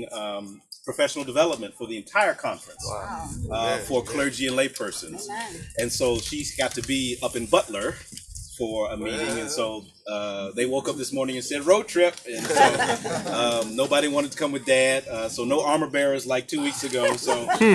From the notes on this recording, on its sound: For our worship during Earth Week we joined Valley View Presbyterian Church to celebrate the installation of their solar panels in a large outdoor gathering.